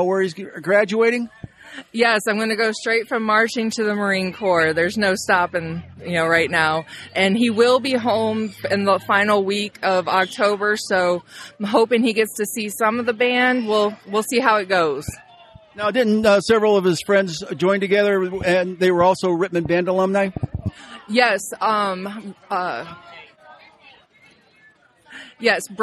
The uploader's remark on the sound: Special Edition. Bandboosters at the Sleepwalker Festival.